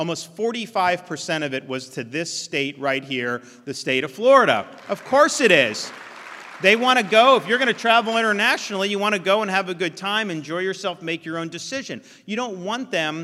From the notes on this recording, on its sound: NatCon 3 Miami. Keynote address at the Miami National Conservatism Conference.